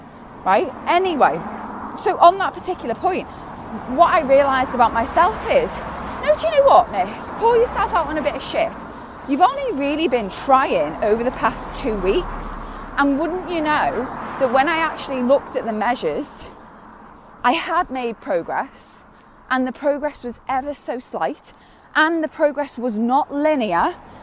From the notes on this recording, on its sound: recorded on a dog walk